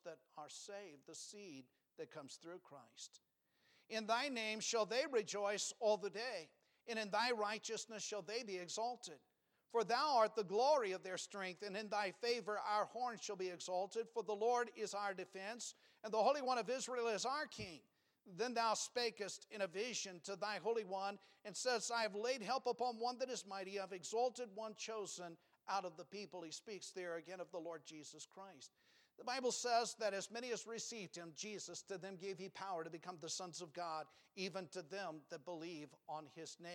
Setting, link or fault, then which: setting, large echoing room